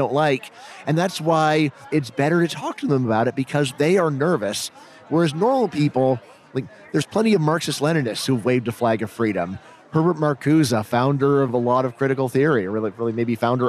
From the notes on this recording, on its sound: This episode was recorded at FreedomFest 2023 in Memphis, TN.